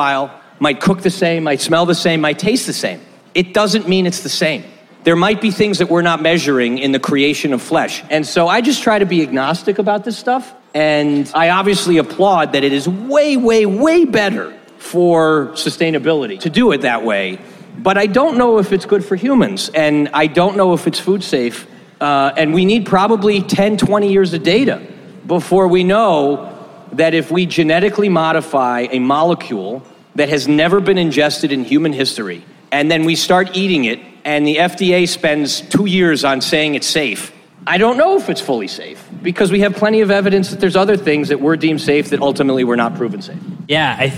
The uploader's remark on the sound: This was our first LIVE episode, which we recorded at Cosmic Coffee & Beer Garden in Austin, TX during SXSW.